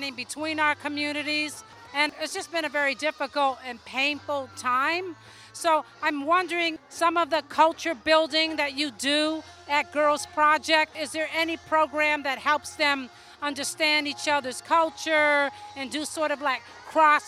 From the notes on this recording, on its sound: Malcolm X Jazz Arts Festival. Interviews recorded at the festival by First Voice apprentices. Live music performances recorded at the festival.